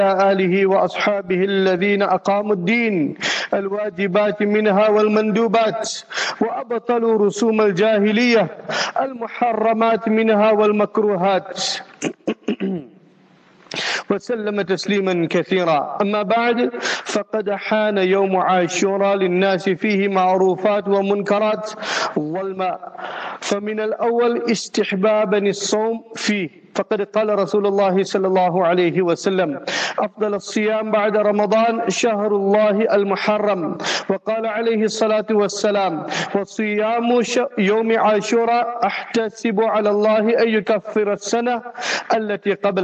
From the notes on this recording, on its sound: Jumah Lecture at Rainbow Masjid.